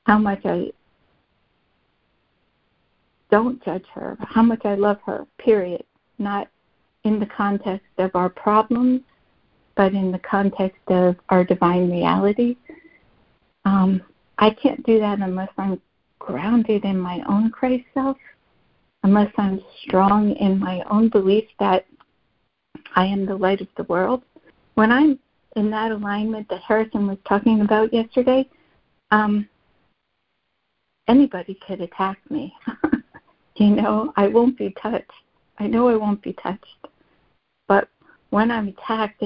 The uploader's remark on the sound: ACIM Daily Conference Call